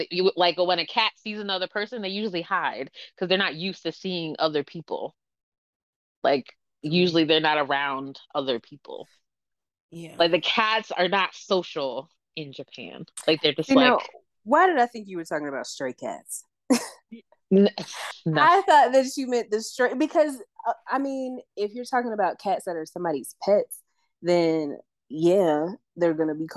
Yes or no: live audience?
no